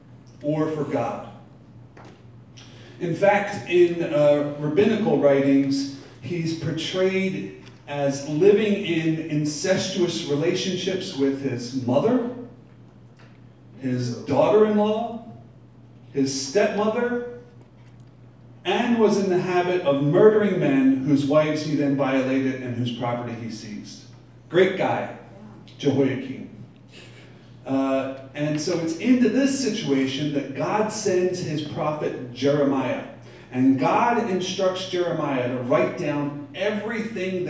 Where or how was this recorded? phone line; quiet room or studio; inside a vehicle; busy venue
busy venue